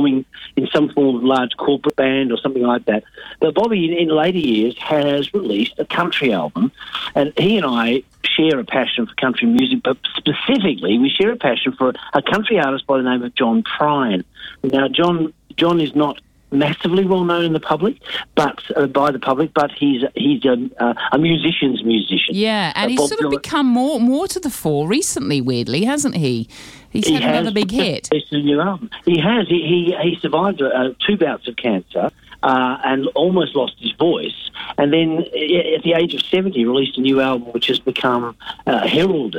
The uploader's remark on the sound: on the phone in his pyjamas